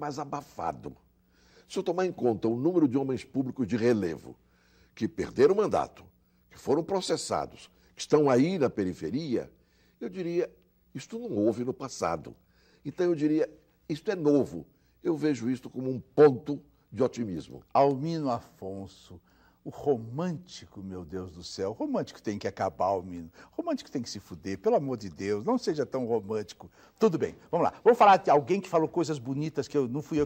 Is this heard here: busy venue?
no